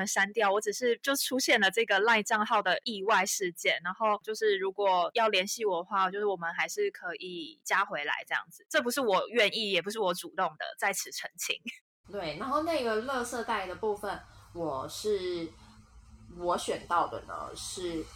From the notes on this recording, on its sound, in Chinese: 遠程錄音有點雜音